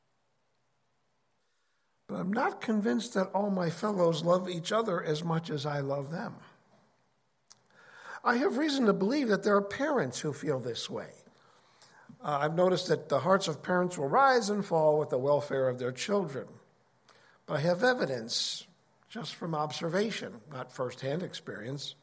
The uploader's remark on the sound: Originally Recorded at FOT 2022.